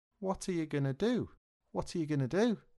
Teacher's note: The auxiliary verb and subject, are you, become ia or even ya, and going to becomes gonna. · Term: contractions